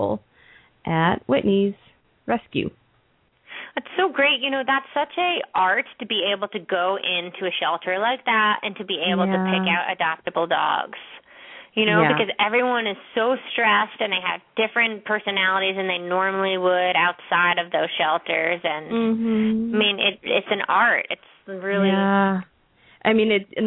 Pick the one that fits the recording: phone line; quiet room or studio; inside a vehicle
phone line